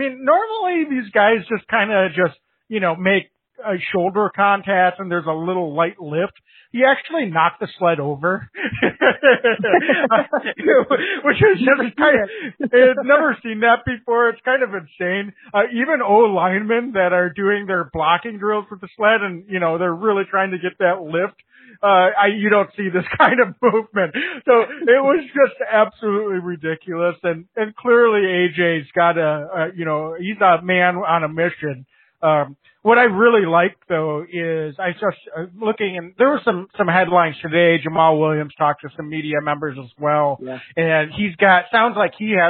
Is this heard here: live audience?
no